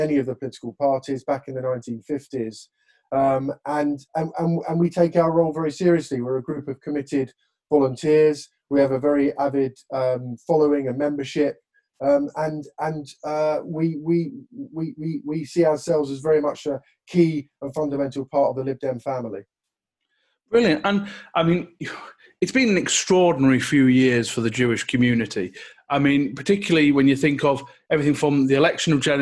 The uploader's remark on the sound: This episode we continue our LibDem Virtual Conference.